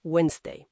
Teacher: Se pronuncia Wednesday, sin la D, esa del medio. Efectivamente, esa D es muda.